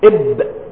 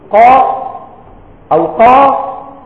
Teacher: فأنت تعلم عندما تقول قاء أو قاء أو إب يختلف عما تقول إب، فتجد الباء إذا سكنت تخرج من الشفتين، وتجد القاف تخرج من أقصى اللسان